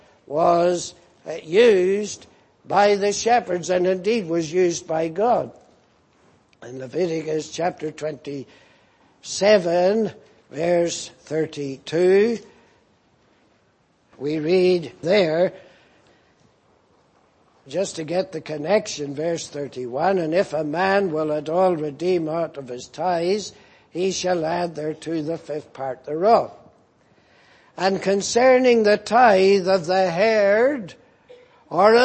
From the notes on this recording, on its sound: Preached in Grafton. At the Lord's Day Morning service on 23rd September, 2018.